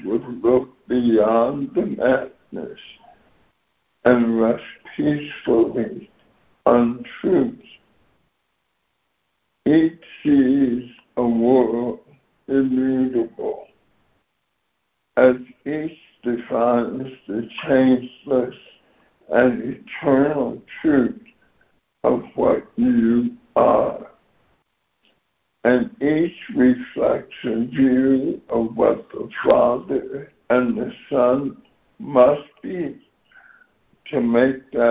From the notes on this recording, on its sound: ACIM Daily Conference Call.